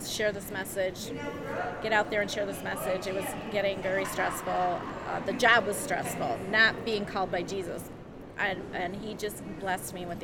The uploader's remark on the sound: LIVE from CPE 2022!